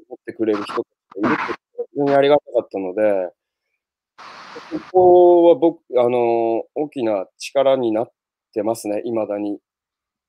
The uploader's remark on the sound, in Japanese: 歩きながら1時間、対談する。